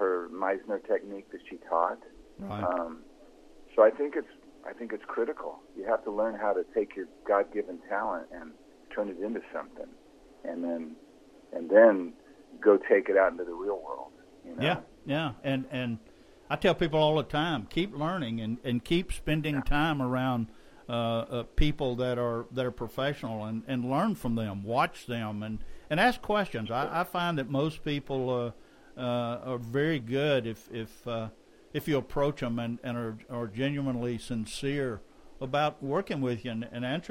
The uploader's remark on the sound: on the phone